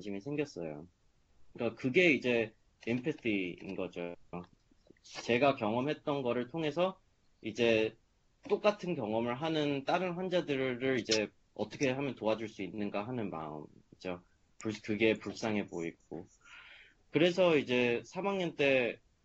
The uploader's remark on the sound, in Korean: Skype세미나에 참여한 하버드 의대 3학년생.